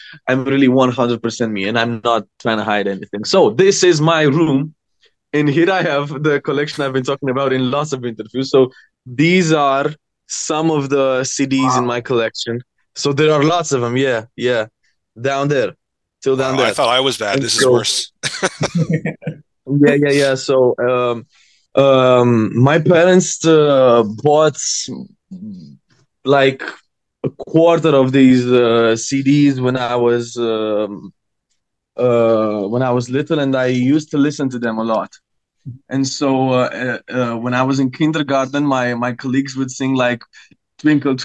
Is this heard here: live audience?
no